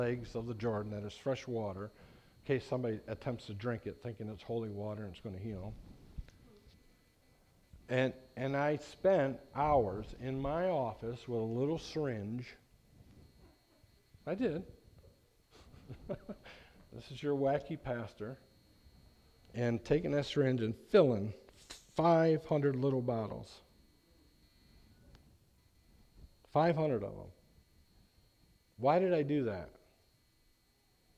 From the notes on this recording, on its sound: message preached at Lighthouse Baptist Church in Schenectady, New York.